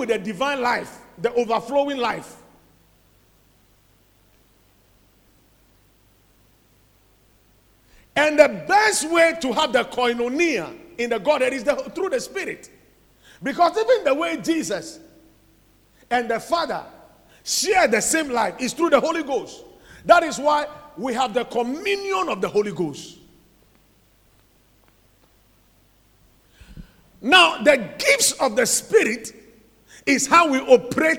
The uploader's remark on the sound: Preached at the Watered Garden Church